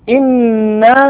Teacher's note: نون مشددة حكمها غنة بمقدار حركتين